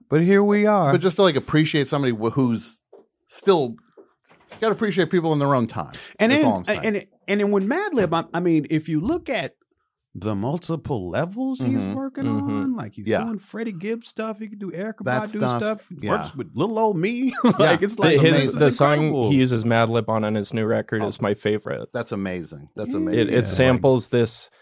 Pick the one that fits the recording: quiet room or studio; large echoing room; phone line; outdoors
quiet room or studio